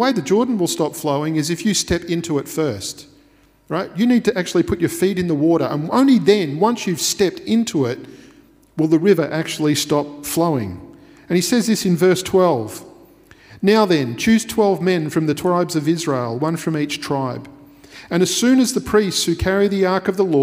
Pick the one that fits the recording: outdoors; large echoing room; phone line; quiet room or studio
large echoing room